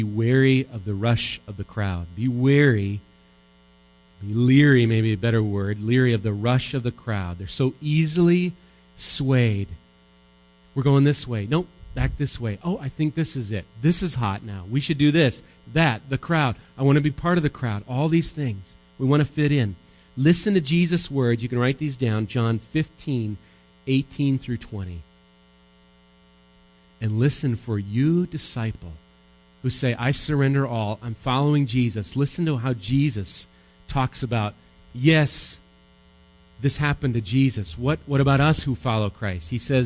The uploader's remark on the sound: Recorded live at Bethany Bible Church.